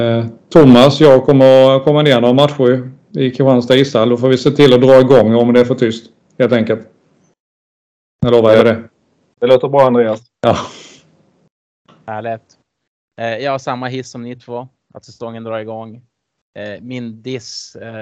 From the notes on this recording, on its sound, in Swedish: Vi ber om ursäkt för dålig ljudkvalitet.